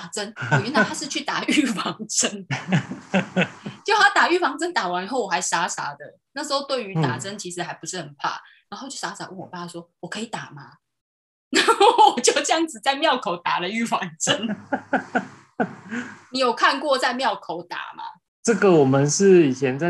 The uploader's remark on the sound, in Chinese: 遵守防疫不群聚原則，節目採用線上錄音喔！